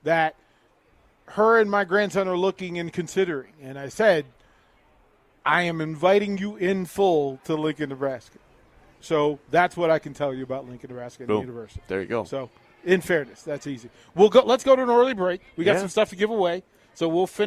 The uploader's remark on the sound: Live from Barry's